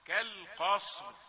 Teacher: تكون الراء مرققة لكن عند الوقف مفخمة